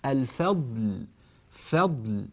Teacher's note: الفضل وفضل، الفاء مرققة أيها الأكارم، لاحظوا أني أكثرت من التنبيه على هذا الأمر ولم أعطيه على شكل قاعدة وأمثل بأمثلة، والسبب أن هذا مما يكثر الخطأ فيه من المبتدئين، لا يمايزون في النطق بين المرقق والمفخم. الفضل فضل، نرقق الفاء ولا نفخمها لمجاورتها للضاد